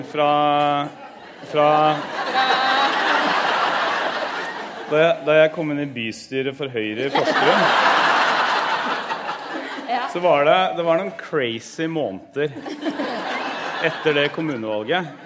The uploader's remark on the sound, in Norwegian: Lørdagsrådet improviserer løsninger live fra Rockefeller!